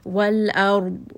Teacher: Also, dad is not a letter of qalqala. There is no bouncing on the dad. We're just going to rest on this letter.